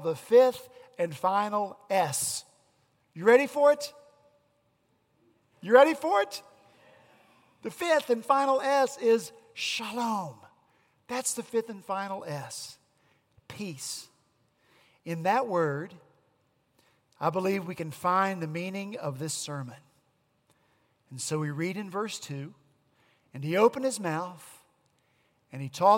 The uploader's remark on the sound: At Redeemer Presbyterian Church in Charleston, SC, our senior pastor continued our Matthew sermon series.